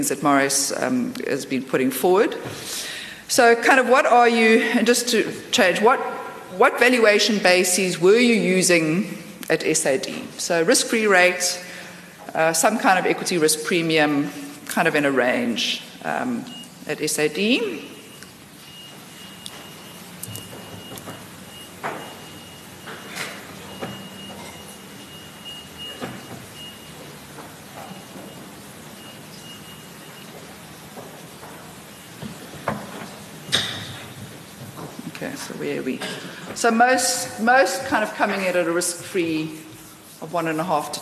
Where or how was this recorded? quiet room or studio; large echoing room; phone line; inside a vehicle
large echoing room